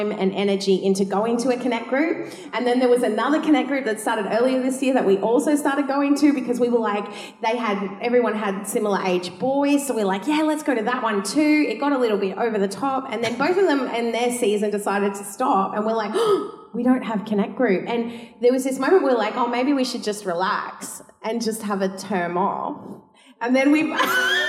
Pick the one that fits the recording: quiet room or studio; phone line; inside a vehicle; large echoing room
large echoing room